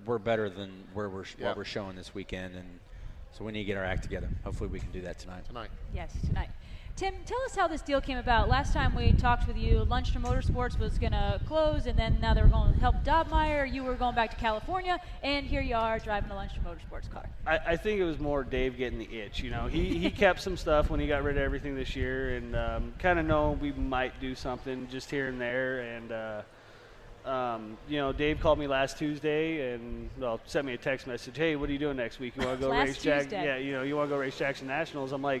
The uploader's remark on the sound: From the AGCO Jackson Nationals. Live from Jackson Motorplex.